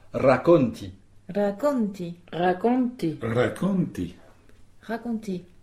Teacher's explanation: le R se prononce comme R. En français, on va dire en français du sud-ouest. Il est conseillé de le rouler. Raconti. Mais si vous n'y arrivez pas, il n'y a aucune ambiguïté, il n'y a pas d'autre R.